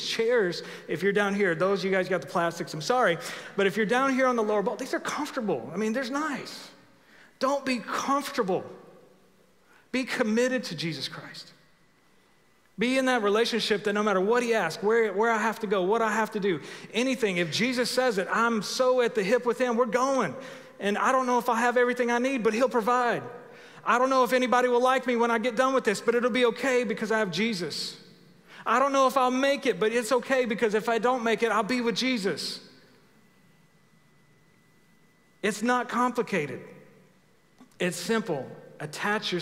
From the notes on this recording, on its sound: Recorded live at The Fellowship at Two Rivers on April 18, 2021.